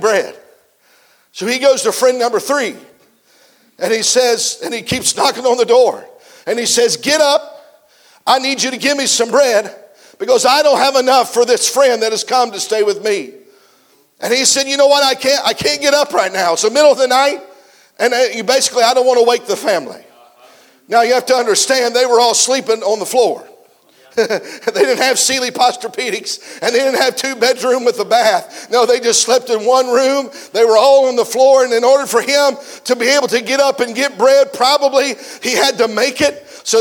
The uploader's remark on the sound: preached a message at the 2023 Back to the Bible Camp Meeting in Lucasville, OH